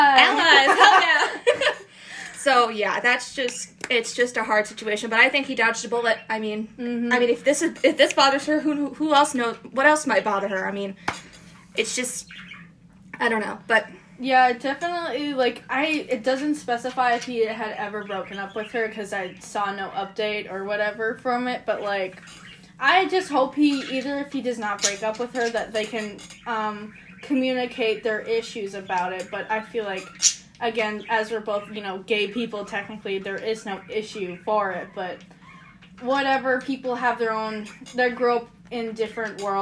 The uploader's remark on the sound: Sorry for the bird noise